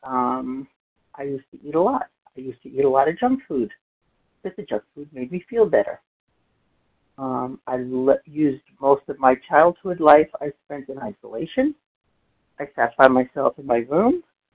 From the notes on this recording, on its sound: 100 Pounders Phone Meeting.